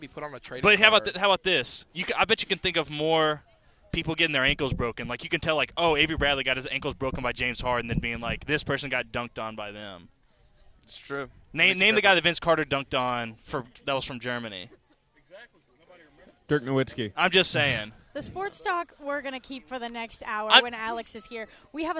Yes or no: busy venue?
yes